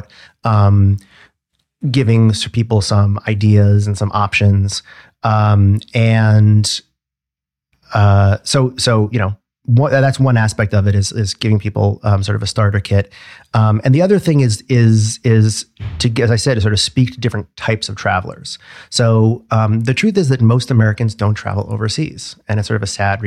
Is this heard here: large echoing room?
no